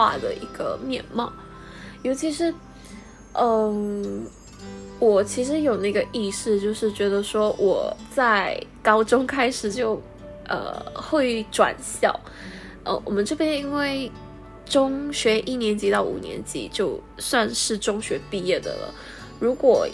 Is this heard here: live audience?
no